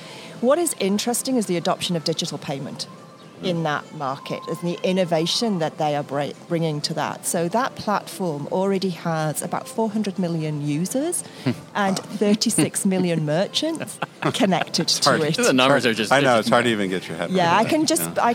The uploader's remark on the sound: Recorded at the Wizeline remote podcast studio/beach cabana at Mandalay Bay during Shoptalk.